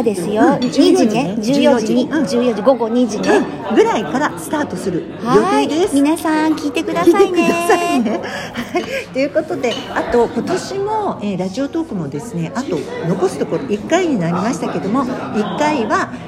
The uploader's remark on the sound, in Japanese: 忘年会ついでに収録しました